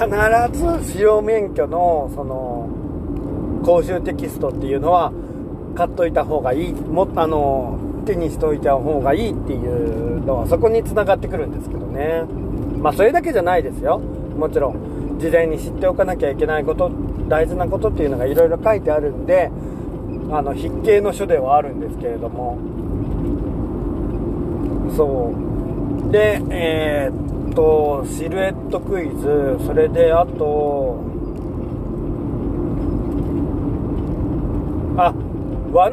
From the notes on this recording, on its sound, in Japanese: いなかの“夜道”。夜の山道を運転しながら、とりとめもなく喋りました。